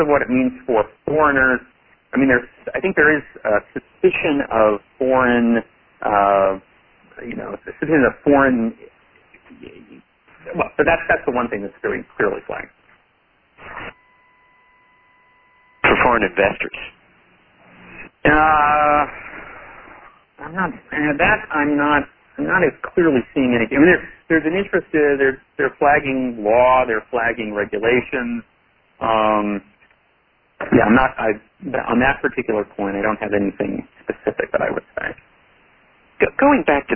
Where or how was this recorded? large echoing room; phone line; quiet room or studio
phone line